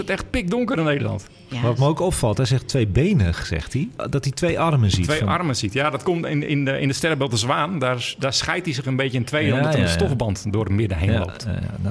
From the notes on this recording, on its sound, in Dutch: Deze live uitzending is opegenomen in het Allard Pierson te Amsterdam voor AmsterdamFM.